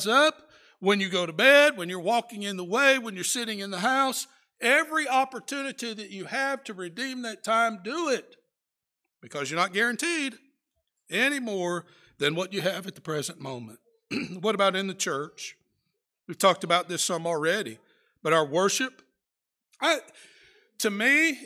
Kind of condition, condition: setting, large echoing room